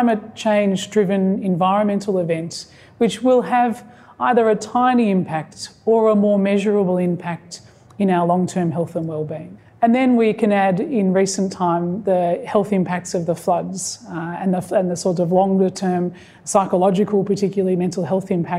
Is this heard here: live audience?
yes